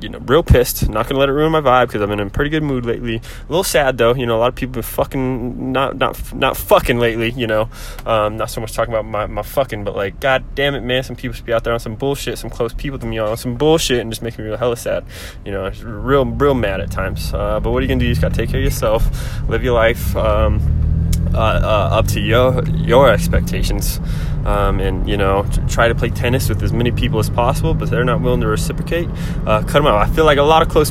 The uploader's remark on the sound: I record myself while driving home